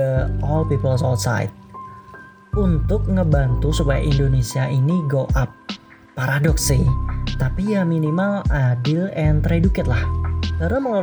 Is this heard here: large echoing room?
no